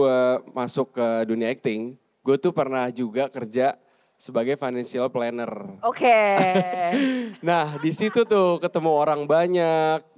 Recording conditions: live audience